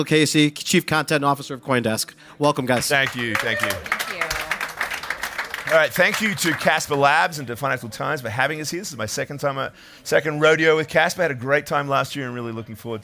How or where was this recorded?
busy venue